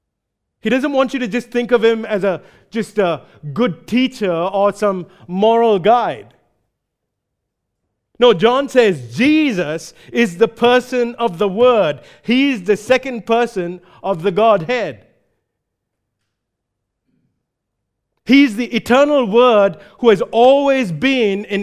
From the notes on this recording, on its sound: recorded live at Grace Community Bible Church